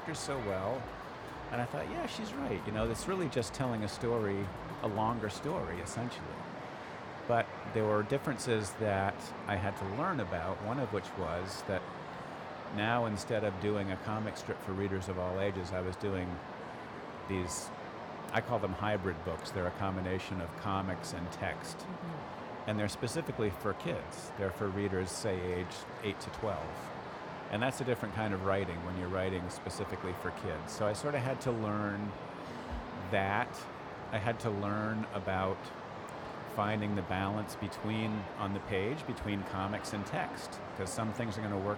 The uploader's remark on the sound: Live interview from SIBF 2022